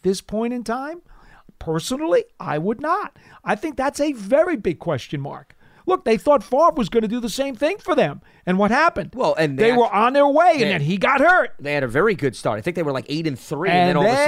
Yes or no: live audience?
no